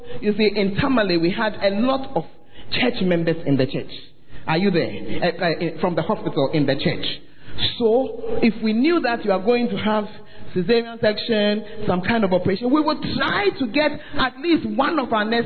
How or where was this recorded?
large echoing room